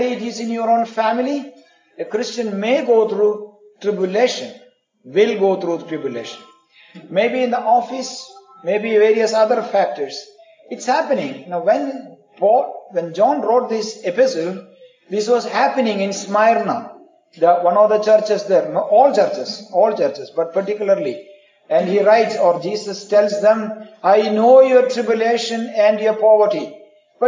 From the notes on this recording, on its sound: Preached in the Community of the Redeemed, Pune India.